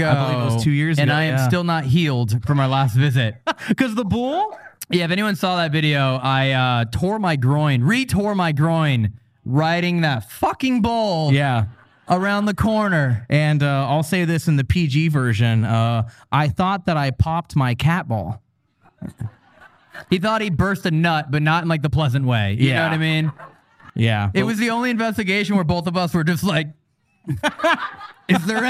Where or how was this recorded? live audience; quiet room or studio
live audience